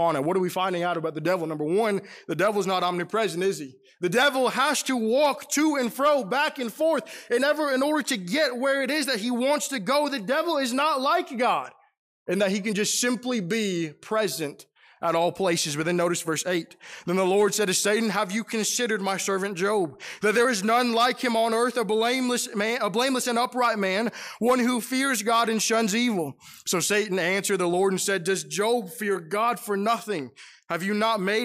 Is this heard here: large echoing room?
yes